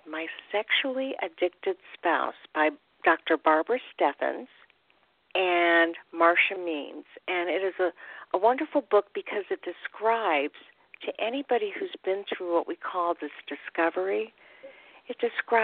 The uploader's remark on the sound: call in questions